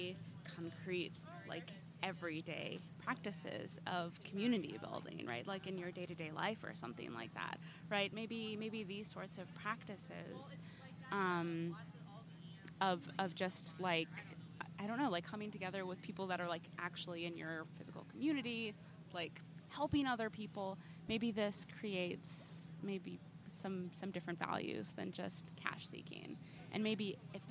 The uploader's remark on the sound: This week was itself part of the larger "150 Years of Giant Leaps" sesquicentennial celebration of Purdue University. We asked students and other passersby. Generally opened up the microphones giving people the opportunity to ask a philosopher any questions they had.